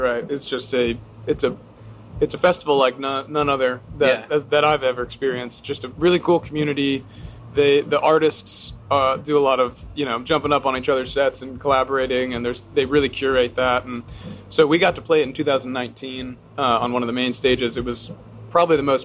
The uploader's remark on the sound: Live from In Between Days Festival. Live from In Between Days Music Festival.